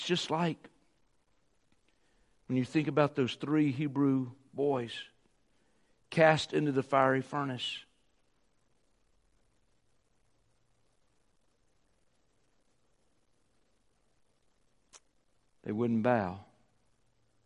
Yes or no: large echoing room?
yes